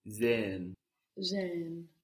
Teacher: The German S can sound like the English Z.